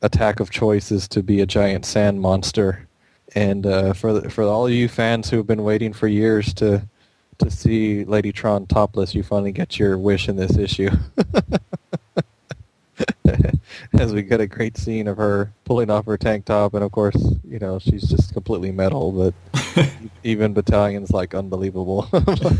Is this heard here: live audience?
no